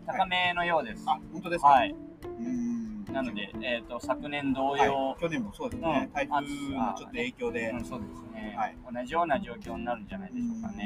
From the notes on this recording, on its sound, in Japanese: レッスン前に青空収録！